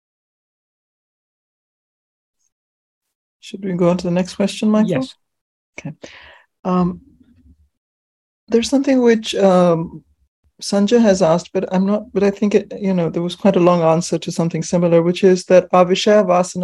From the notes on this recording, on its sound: In a Zoom meeting of the ‘Ramana Maharshi Foundation UK’ on 27th August 2022